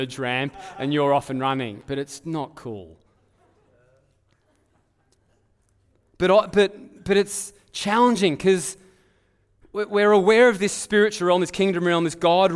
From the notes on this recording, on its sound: Live at Echo Church Melbourne